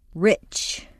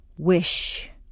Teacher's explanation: In order to make a clear ch, you need to start with a t sound, so it sounds like ch, not sh. The invisible t before the ch blocks the air momentarily before the rest of the sound comes out. With the sh, the air flows freely.